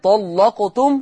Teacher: عندنا تغليظ اللام في لفظ طلقتم وفي لفظ ظلم